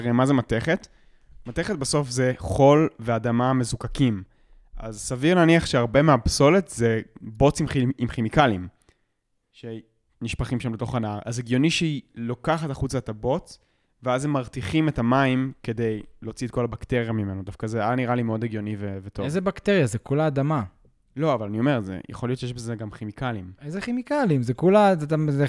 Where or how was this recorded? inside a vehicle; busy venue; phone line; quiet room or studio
quiet room or studio